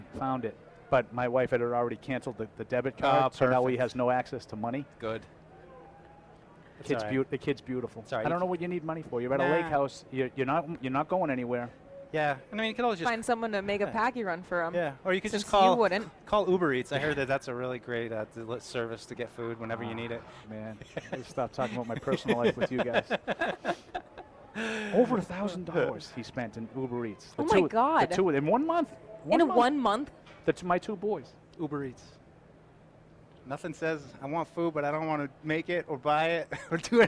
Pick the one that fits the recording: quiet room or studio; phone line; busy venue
busy venue